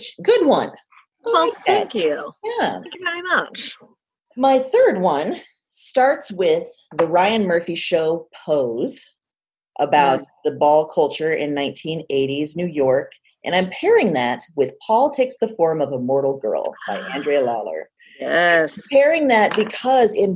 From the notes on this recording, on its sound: got on a Zoom call and recorded the second part of our special Quarantine edition of Broads and Books